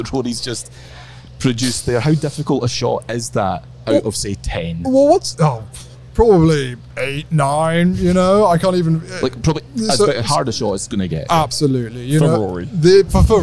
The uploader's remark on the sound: LIVE from Royal Liverpool